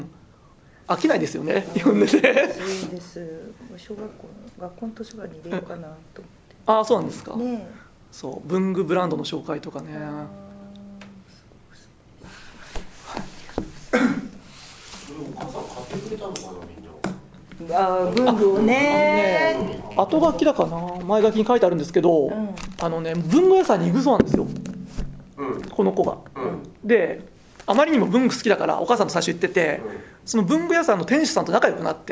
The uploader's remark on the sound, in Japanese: ニイガタ読書会”さんのリアル読書会にお邪魔して、収録してきました(^^)/少し聞きにくいところがあるかもですが、複数人の読書会の臨場感。